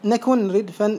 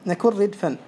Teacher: وفيها إدغام النون في الراء · Shown in: second take · نكن ردفا، لا تقول نكن ردفا بإظهار النون، بل الإدغام هنا واجب، تقول نكن ردفا.